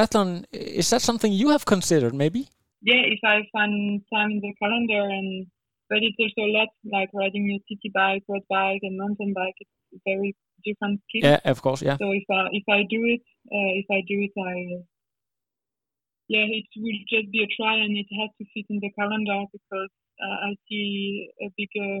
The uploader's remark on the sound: on the phone from Italy